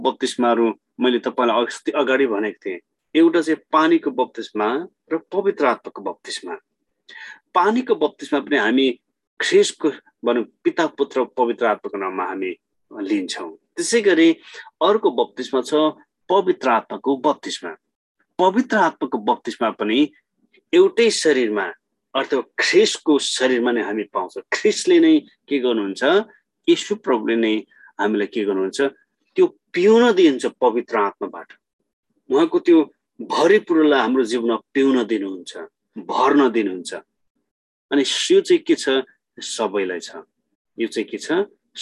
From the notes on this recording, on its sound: zoom class